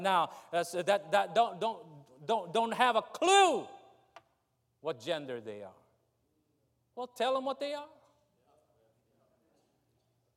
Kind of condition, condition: setting, large echoing room